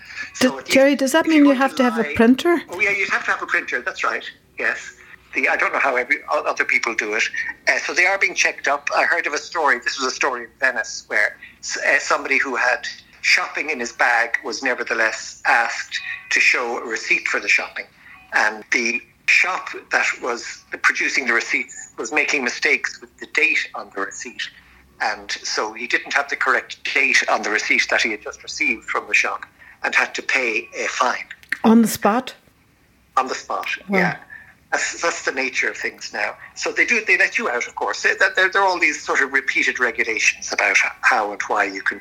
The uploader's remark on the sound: Coping with Covid 19 in Rome. Speaks by phone from an eerily deserted city, normally buzzing with people and energy.